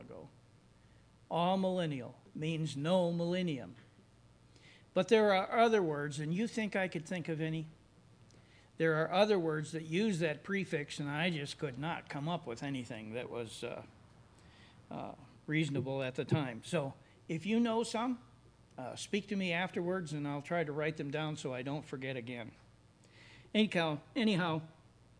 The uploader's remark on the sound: services recorded at Thornville Baptist Church